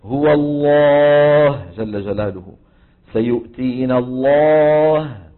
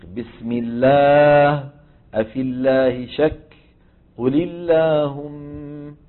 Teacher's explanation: سبحان الله، شيء حلو يعني الواحد لما بيسمع بقايا الفصحى على ألسنة إخواننا يعني بيفرح والله. حكم اللام، تفخم العرب اللام بإجماع في لفظ الجلالة الله، وذلك إذا سبق بفتحة أو بضمة · Shown in: first take · Term: اللام المفخمة